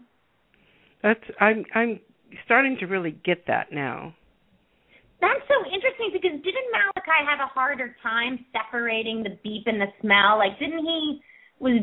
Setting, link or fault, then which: link, phone line